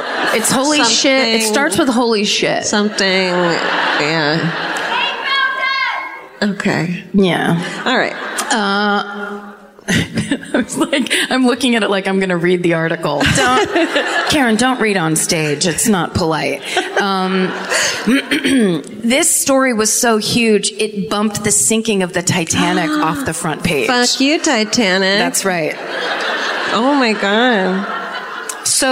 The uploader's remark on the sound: Live at the Civic Center in Des Moines